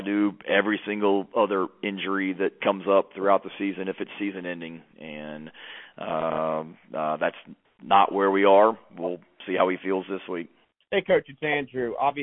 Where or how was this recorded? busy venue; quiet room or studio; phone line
phone line